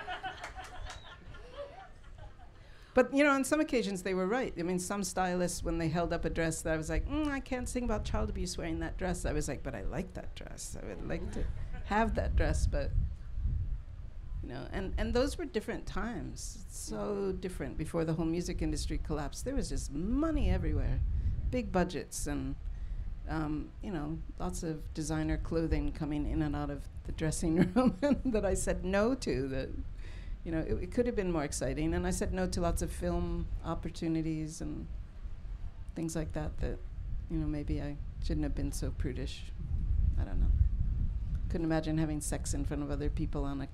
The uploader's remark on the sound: SHEROES Live At Newport Folk Festival